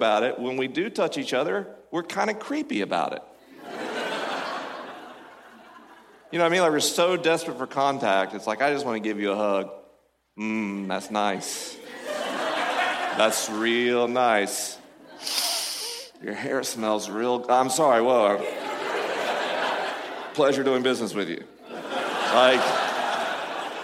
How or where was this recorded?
live audience